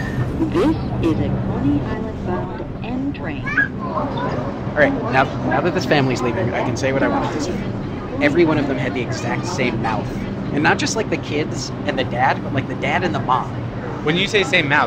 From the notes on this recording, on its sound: It was recorded at the end of 2019 - yeah, it's taken a while to produce this - at the Podcastnetwerk Festival in Amsterdam.